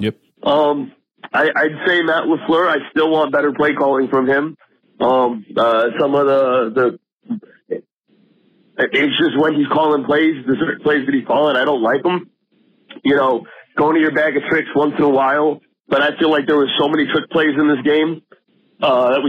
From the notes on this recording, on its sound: The Washington Metro caller